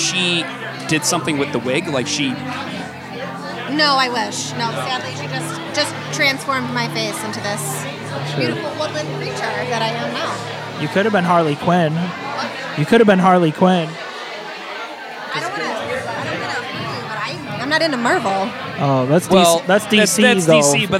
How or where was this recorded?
busy venue